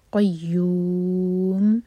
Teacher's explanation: هو الحی القیوم، یا پر شدہ تو یا اسٹرانگ، آگے لام سے جڑے گا، قاف ہیوی، پھر یا پر شدہ تو اسٹرانگ پڑھا جائے گا، قیوم. ان میں میم کا ساؤنڈ کلیئر آئے، اور یو 4 حرکہ لمبا کیونکہ بنے گا مد عارض للسکون.